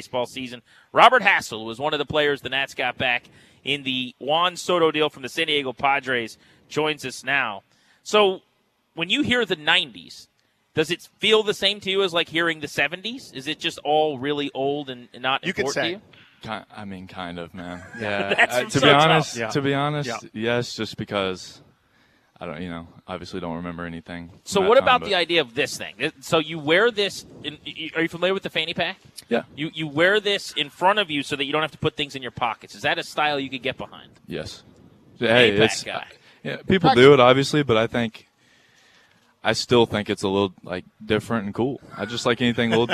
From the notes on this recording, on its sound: Live from the home of the Bowie Baysox as the Harrisburg Senators are in town for a week long series.